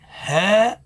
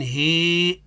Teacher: فرق بين هاء وبين هي هاء فتحة هي ممالة